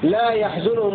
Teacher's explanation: فهذا متفق على قراءته بفتح الياء وضم الزاي لكل القراء